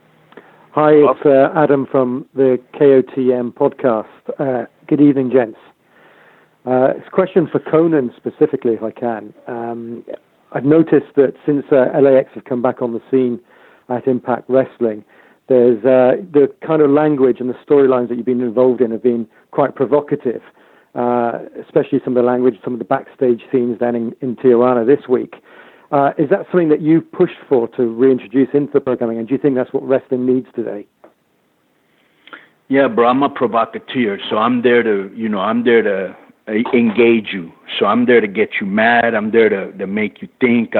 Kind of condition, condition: link, phone line